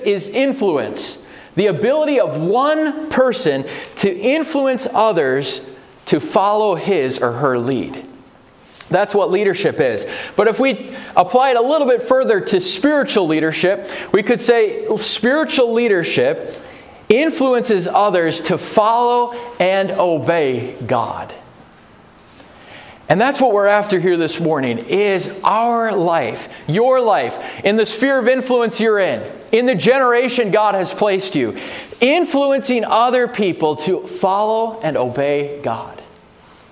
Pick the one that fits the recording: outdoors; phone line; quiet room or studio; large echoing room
large echoing room